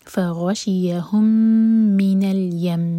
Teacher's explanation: میم پشدہ تو یہاں غنہ کریں گے، دو سیکنڈس ہولڈ کریں گے